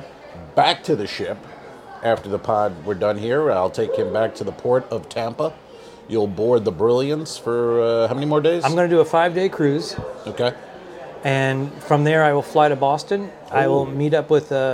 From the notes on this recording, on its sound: LIVE from Grand Cathedral Cigar Lounge in Ybor City, Florida. The boys smoke cigars in a lounge and bitch about things.